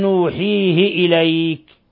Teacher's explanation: لاحظ هنا كسرة وليست صلة